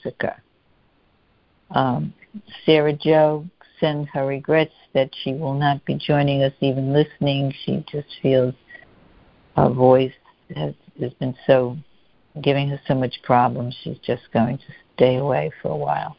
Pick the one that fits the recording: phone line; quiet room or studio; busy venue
phone line